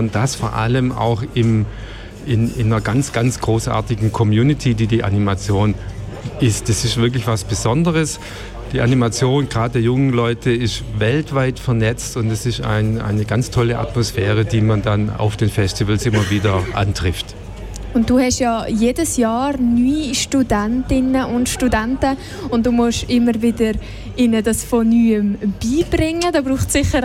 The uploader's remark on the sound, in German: Festivalausgabe live aus dem Merkerareal in Baden.